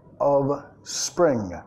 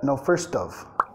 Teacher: vinculando y reduciendo el of un poco más en el inglés hablado · Shown in: second take · pero como es una canción, queda más bien con su ritmo, enfatizar en este caso of, no first of spring.